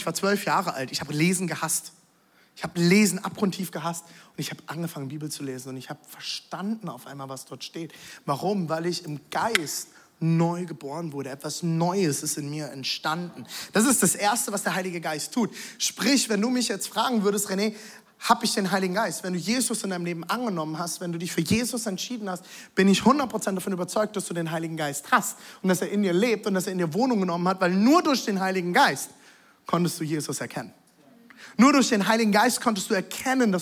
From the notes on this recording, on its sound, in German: Audiomitschnitt der Predigt